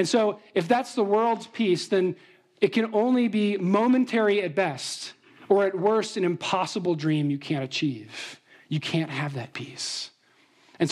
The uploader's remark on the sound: Trinity Anglican Church • Littleton, Colorado